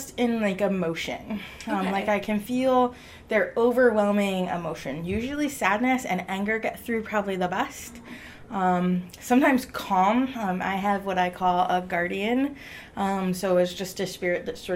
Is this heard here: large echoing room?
no